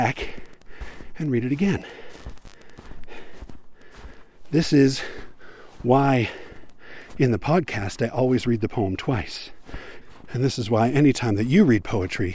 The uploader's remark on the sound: Lastly, it's pretty obvious that this isn't a studio recording where I am sitting in some studio (read: my home office/bedroom) and adding in effects for ambiance. These really are recorded in the field, while I'm (usually) hiking, and dealing with whatever happens to me out there. I'm not working from notes, except for the text of the poem, and sometimes I have to pause to think or remember what I was going to say.